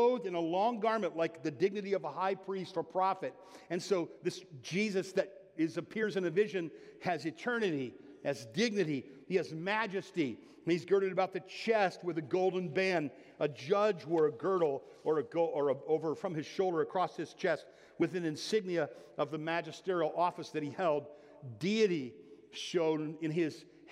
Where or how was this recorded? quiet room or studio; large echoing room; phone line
large echoing room